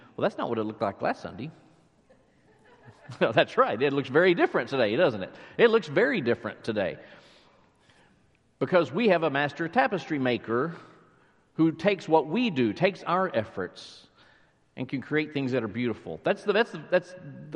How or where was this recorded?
large echoing room